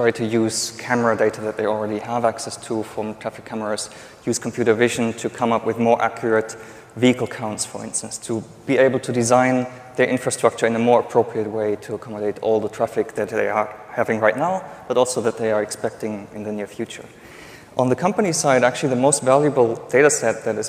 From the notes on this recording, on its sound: The best of live interviews from GreenBiz events.